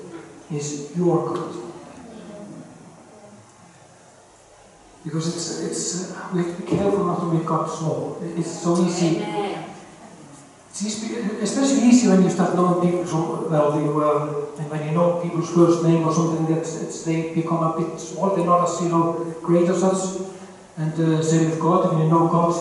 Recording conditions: poor sound quality